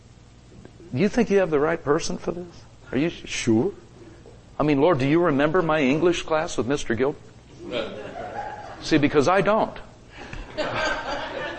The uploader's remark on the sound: Recorded Live at Grace Harvest Church, Holiday, FL